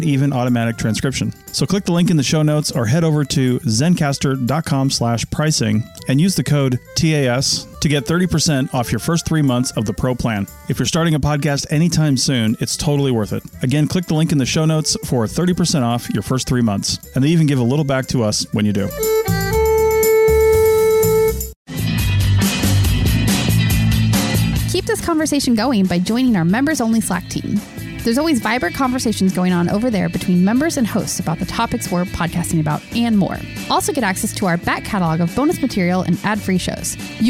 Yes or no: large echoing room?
no